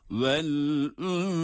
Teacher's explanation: Ünse derken burada da s harfi peltek olarak okuyoruz.